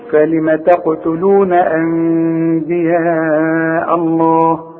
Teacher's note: بيقول لك لو سمحت اقلب النون إلى مين واخفيها وغنها · Term: اقلاب مع الاخفاء